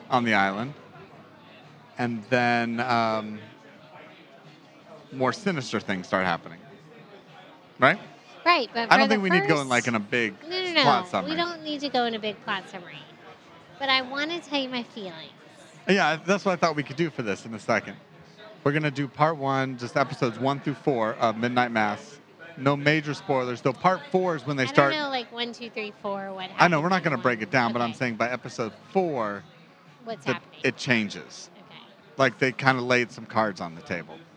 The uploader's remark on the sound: This episode was recorded over drinks and dinner at The Independent Bar and Cafe in Tampa, Florida.